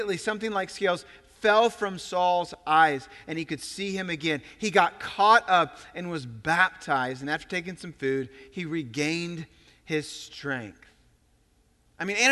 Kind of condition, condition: setting, large echoing room